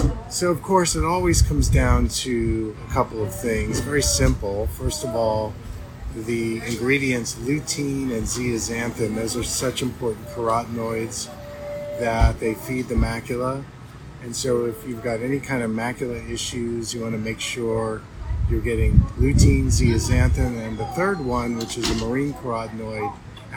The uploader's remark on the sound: I wanted to share this live I did while consulting and teaching in Hawaii. We are live and book signing here for a little bit and had some great folks coming by.